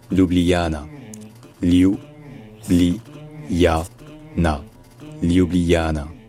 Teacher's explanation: pour rendre un ça un peu plus facile, on sépare ça en quatre syllabes au lieu de trois. Donc ça devient Ljubljana.